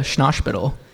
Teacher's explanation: he adds like a SH sound on words that don't have that